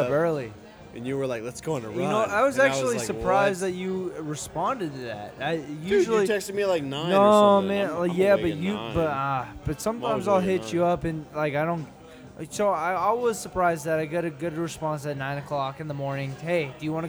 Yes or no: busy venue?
yes